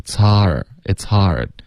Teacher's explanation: 你要嘴巴张开大一点发这个 a 的音，再滑到一个 r, okay? It's hard, it's hard.